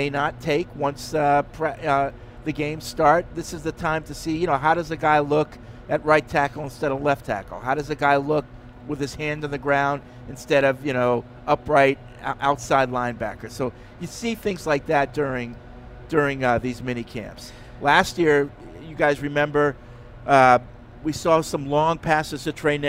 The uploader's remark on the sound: Tune-in as we broadcasted live from Patriots Mini Camp on Monday, June 12.